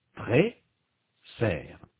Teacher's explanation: La langue est plus haute et donc l'espace intérieur de la bouche est plus petit. La voyelle de la deuxième syllabe est ouverte. La langue est plus basse et donc l'espace intérieur de la bouche est plus grand. La première syllabe est ouverte, elle se termine par une voyelle. · La voyelle de la première syllabe est fermée. La langue est plus haute et donc l'espace intérieur de la bouche est plus petit. La voyelle de la deuxième syllabe est ouverte. La langue est plus basse et donc l'espace intérieur de la bouche est plus grand. · Term: voyelle ouverte, voyelle fermée